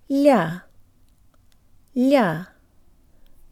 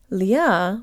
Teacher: The third syllable is stressed and contains a soft L. The tongue is high and there's a bit of a Y sound in it. · Shown in: first take